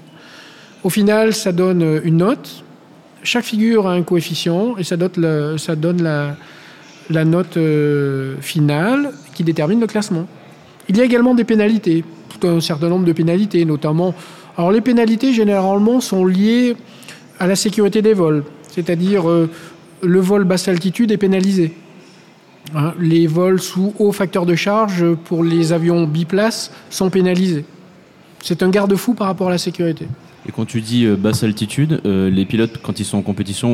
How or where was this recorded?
live audience